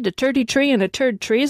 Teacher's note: We do away with that unpleasant noise in Ireland. To us, the TH sound is simply replaced with a T, unvoiced, or a D, voiced.